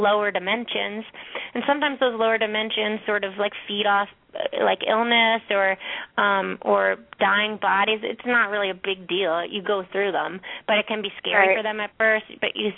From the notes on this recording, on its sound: open up the lines for listeners to call